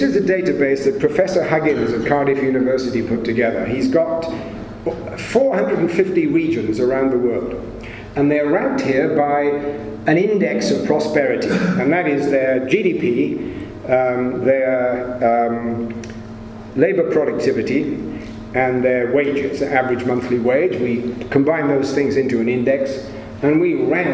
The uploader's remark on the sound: It was recorded at a Cymmrodorion event in January 2018.